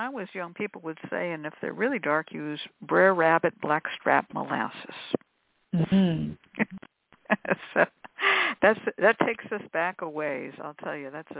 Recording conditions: phone line